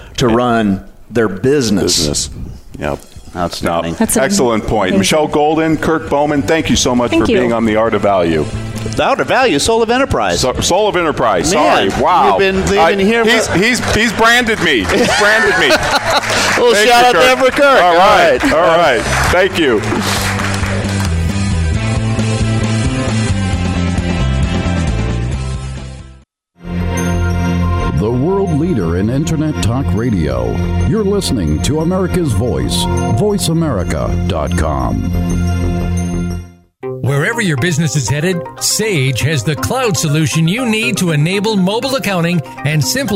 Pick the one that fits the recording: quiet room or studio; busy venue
busy venue